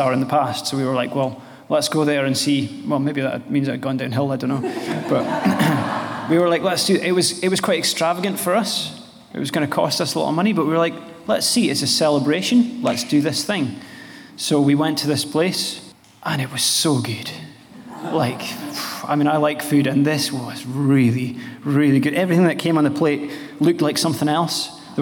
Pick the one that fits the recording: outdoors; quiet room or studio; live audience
live audience